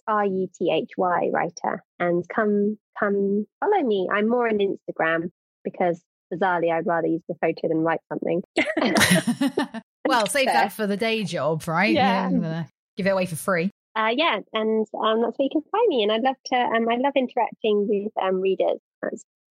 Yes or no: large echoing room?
no